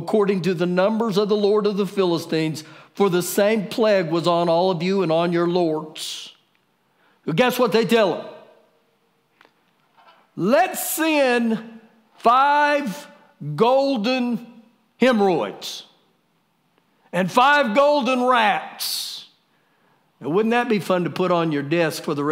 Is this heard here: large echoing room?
yes